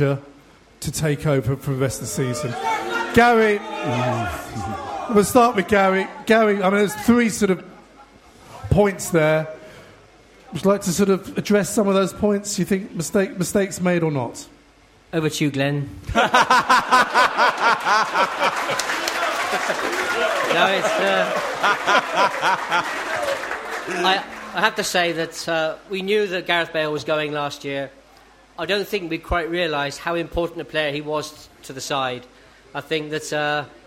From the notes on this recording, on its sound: It's the Spurs Show LIVE at The Guanabara Club in Covent Garden!